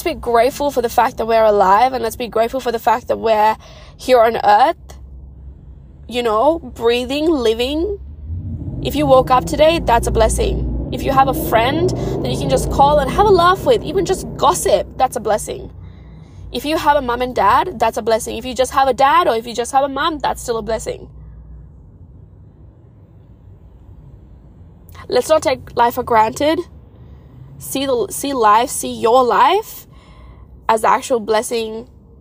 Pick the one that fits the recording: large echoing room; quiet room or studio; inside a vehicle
inside a vehicle